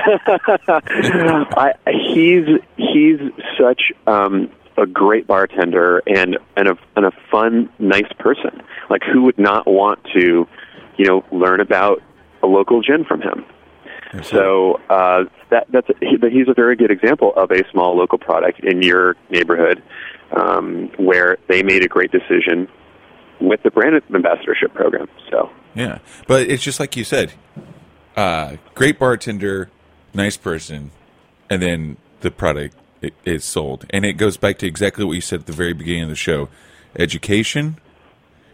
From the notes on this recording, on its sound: joined via the phone lines